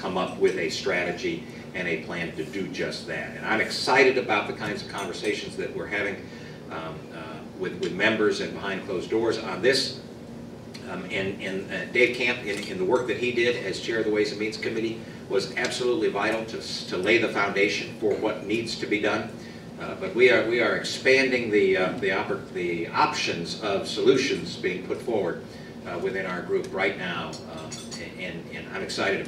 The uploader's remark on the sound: WASHINGTON, DC. Remarks to a breakfast meeting of The Ripon Society.